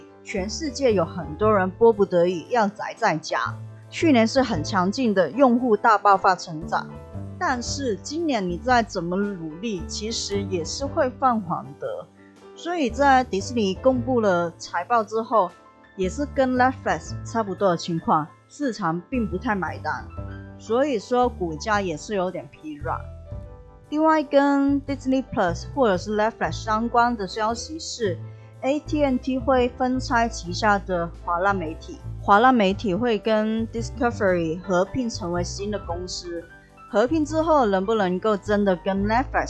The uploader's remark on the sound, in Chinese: 這次的錄音MIC有點狀況，聲音大小不太穩定，音質也不太好，請見諒